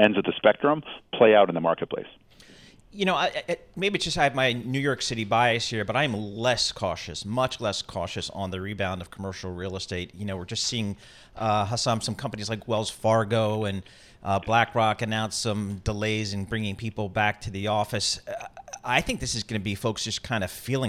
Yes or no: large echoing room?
no